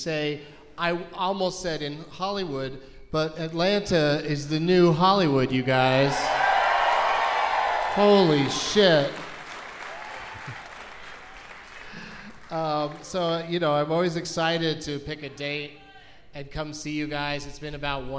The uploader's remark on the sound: Live from the Variety Playhouse in Atlanta